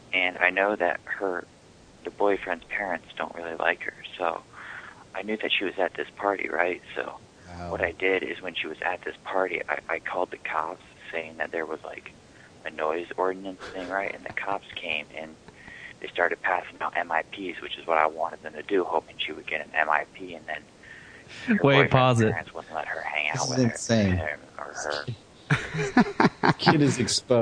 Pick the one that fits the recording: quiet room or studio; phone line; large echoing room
phone line